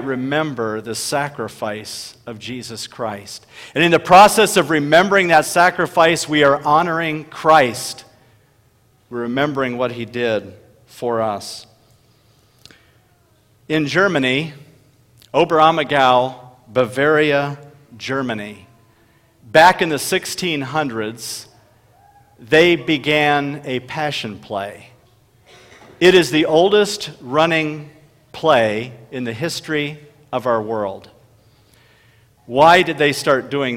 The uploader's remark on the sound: delivered at Bethesda Church in Huron, SD.